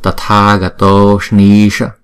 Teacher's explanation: chữ S này có dấu nặng chúng ta phải đọc cong lưỡi lại